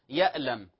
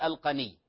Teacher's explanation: كلمة الغني قد تبدل أحيانا لغلبة اللهجة بالقاف، وهذا خطأ، لا نقول القني أو الفقراء ونبدل القاف بغين. · Term: إبدال الحروف